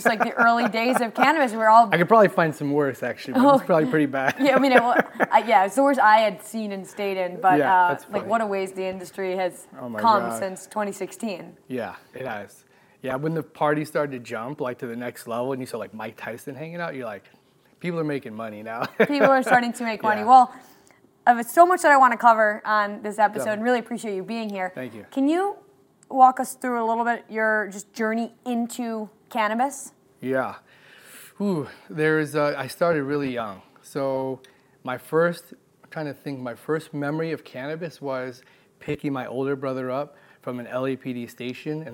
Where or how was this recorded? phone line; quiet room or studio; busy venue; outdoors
busy venue